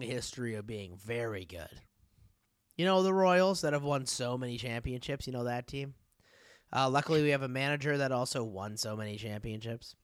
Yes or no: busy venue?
no